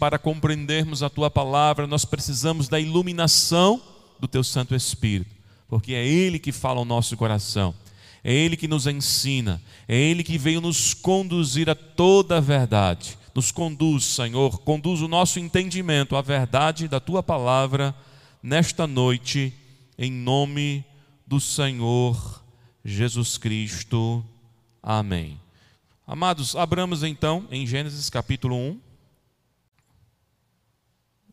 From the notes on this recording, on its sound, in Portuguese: Gravado em 18 de novembro de 2020 na Igreja Evangélica Congregacional em Candeias